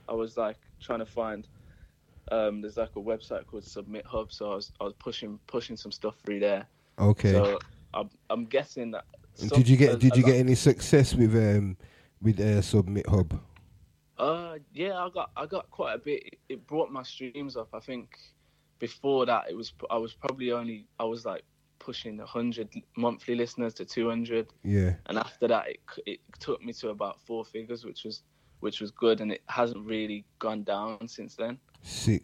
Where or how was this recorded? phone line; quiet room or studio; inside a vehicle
phone line